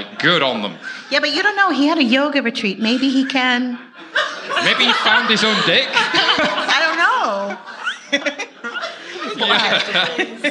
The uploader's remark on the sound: Fintech Insider After Dark V - Part 1 London. In front of an amazing audience.